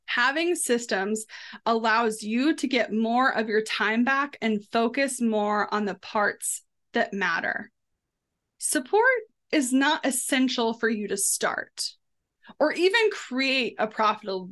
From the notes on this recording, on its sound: Listen in on the phenomenal live webinar we offered this week.